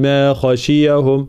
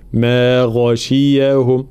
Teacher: في قوله تعالى فغشيهم من اليم ما غشيهم، الغين طبعا حرف مجهور فالانتباه تكرر هنا فنعطيه حقه من هنا الجهر، ما غشيهم لأن الغين معناها لو منعتهاش صفة الجهر تصبح شبيهة بالخاء · Shown in: second take · فلا نقول ما غشيهم، لا ما غشيهم، مع طبعا تحقيق الحركات هنا خاصة المرور من الكسر إلى الضم، غشيهم هناك شين مكسورة ثم الياء مفتوحة ثم الهاء مضمومة فالانتباه.